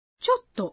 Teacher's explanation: Para pronunciar essa palavra, faça uma pausa depois de cho.